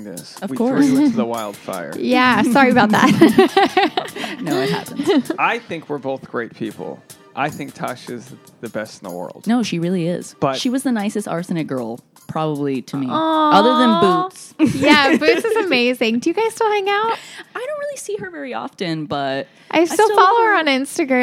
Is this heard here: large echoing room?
no